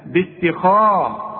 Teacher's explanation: باتخاذكم كل الكلمة دي هي ما فيهاش إلا الخاء مفخمة، تفخمها لي، ما تقولش باتخاذكم، لا باتخاذ، رقق الت فخم الخاء، باتخاذ، وطلع لسانك زي ما انت عارف في الذال، باتخاذكم، واكسر للذال دي، باتخاذكم العجل.